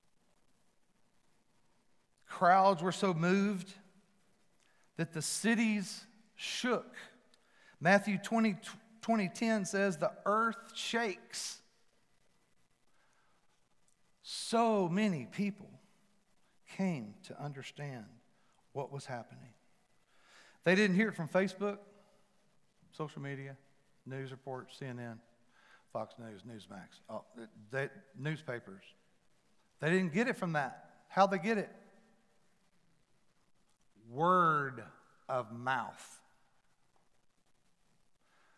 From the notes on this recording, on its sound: Palm Sunday at FMJ. Recorded live at The Fellowship at Mt Juliet.